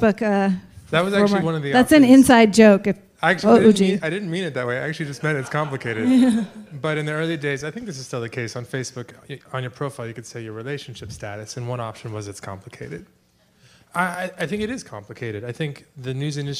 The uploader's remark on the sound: recorded at a May 17 conference co-hosted by CJR and The Information in San Francisco